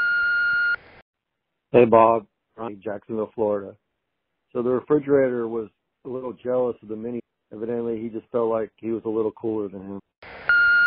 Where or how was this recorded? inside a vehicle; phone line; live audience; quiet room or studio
phone line